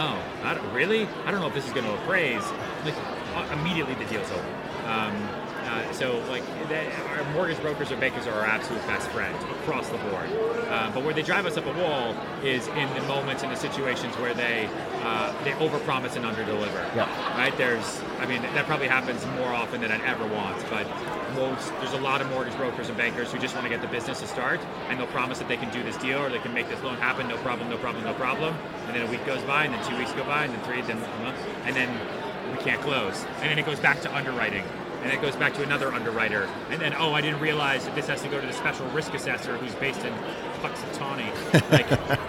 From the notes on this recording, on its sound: Live from AIME FUSE 2019. Although the interview is loud, as it was recorded in a room full of hundreds of brokers, the conversation is worth the listen. Forgive us for the background noise.